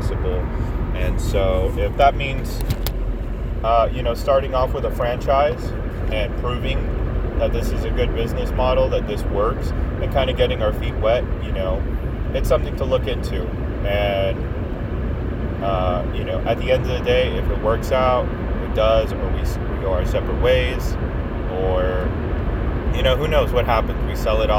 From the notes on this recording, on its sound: Recorded this in my car